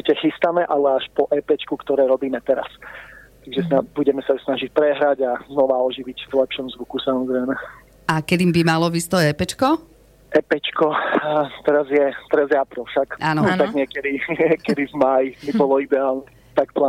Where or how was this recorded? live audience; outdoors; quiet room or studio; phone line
phone line